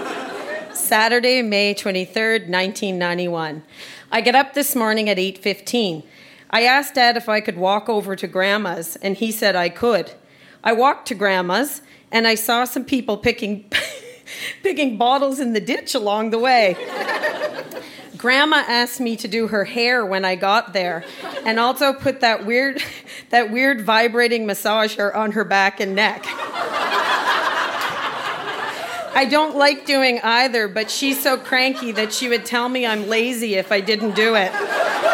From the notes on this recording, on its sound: Recorded live at The Company House in Halifax.